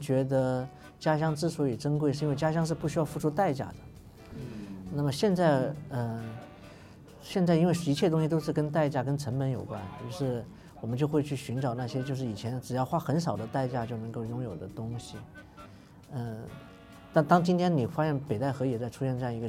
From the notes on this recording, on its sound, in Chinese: 应“声量”主办方的邀请。在阿那亚的海边录制了一期特别的节目。